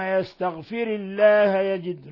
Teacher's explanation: ميم مشددة تغن مقدار حركتين، ثم يستغفر الله يجد، لاحظوا كيف كسرنا الراء تخلصا من التقاء الساكنين، ثم رققنا لفظ الجلالة، لأنه لفظ الجلالة إذا سبق كسر فإنه يرقق. ثم يستغفر